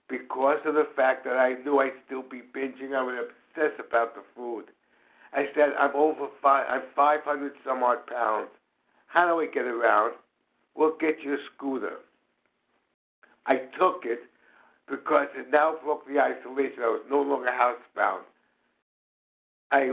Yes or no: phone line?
yes